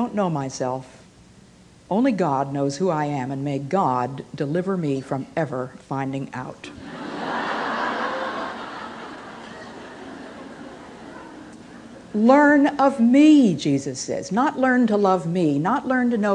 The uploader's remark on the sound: Though originally given at a women's conference